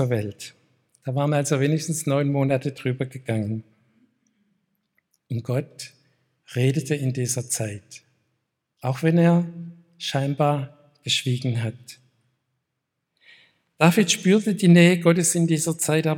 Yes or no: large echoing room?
yes